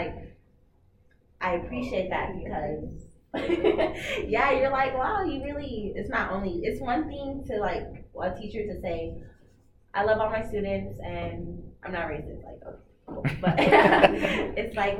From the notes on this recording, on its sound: In our first live show, thanks to the Colorado Education Association.